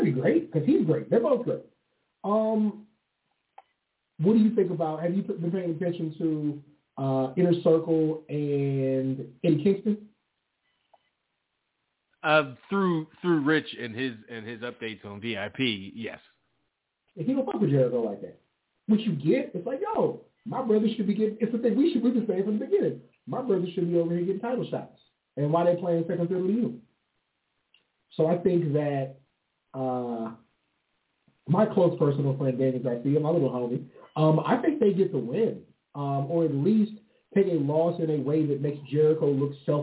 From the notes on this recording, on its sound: Live calls and more. Weekly caller, email and tweet driven show. Leave a voicemail to be played on-air.